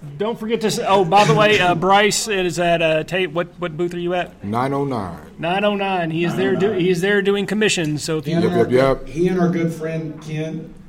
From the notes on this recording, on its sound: Live From Lexington Comic Con 2023